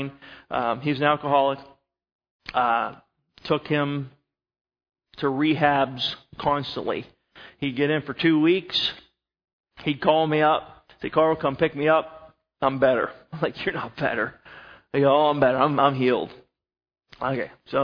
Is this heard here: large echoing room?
yes